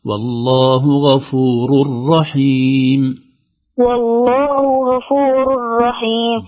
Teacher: التنوين ما يظهر قبل الراء